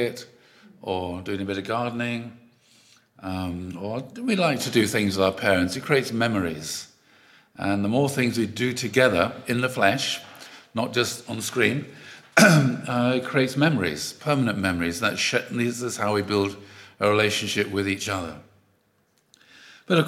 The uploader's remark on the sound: Audio from a sermon in Hatch End